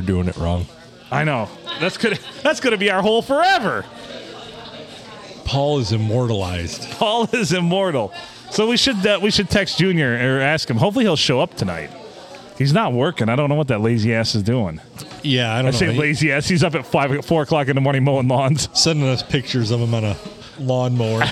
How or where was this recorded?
busy venue